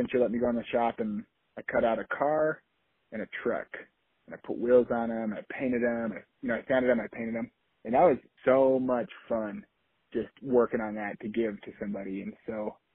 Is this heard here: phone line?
yes